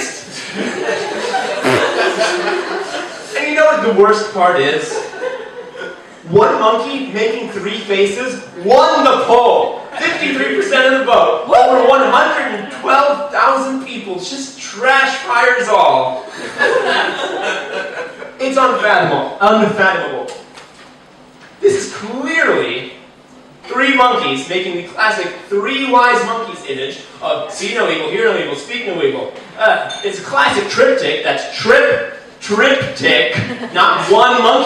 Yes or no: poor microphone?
yes